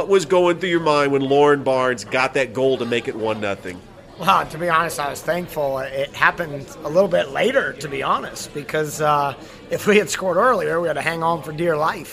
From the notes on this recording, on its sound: Live from Ivy Park Sports Bar and Grill.